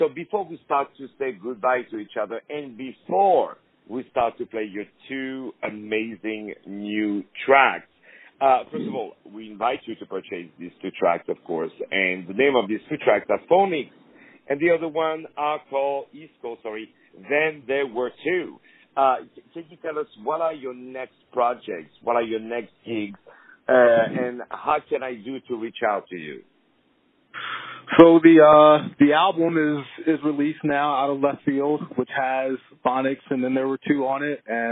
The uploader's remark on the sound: On the phone